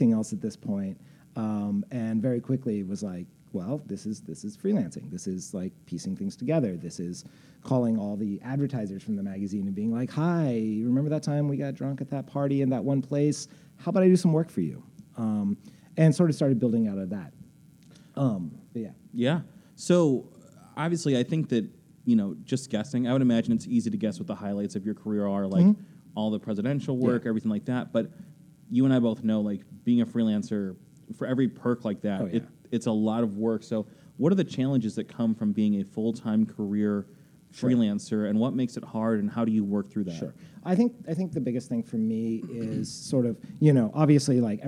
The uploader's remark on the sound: In an in-class interview recorded at Columbia College Chicago. Self Management & Freelancing class.